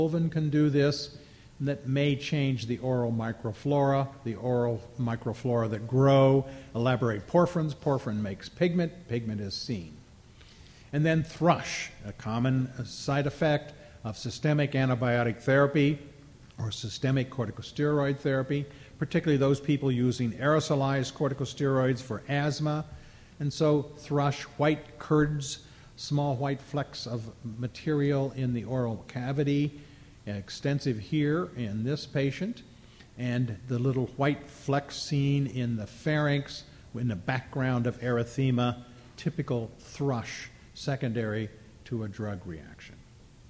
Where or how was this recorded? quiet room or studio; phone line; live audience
live audience